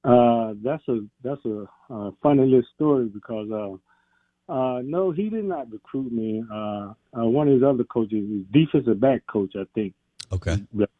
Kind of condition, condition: link, phone line